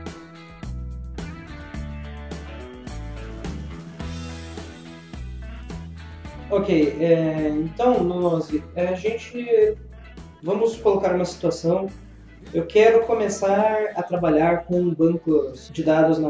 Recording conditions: poor microphone